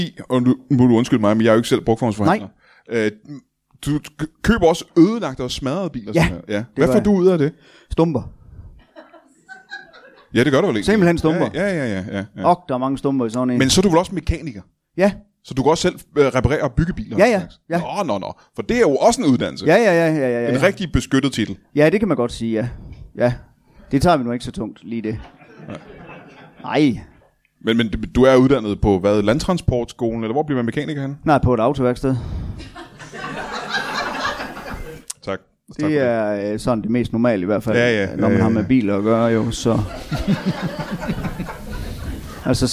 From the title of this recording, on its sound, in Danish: LIVE fra Tobbers i Kolding